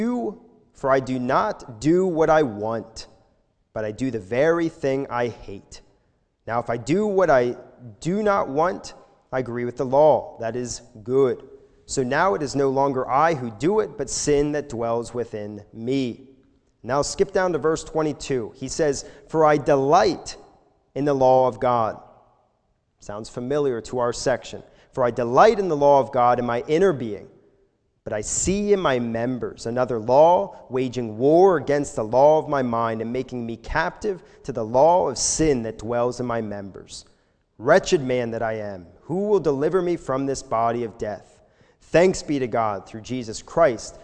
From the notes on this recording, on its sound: This sermon was recorded live at the Lebanon Bible Fellowship Church in Lebanon, PA during the evening service on 07/18/2021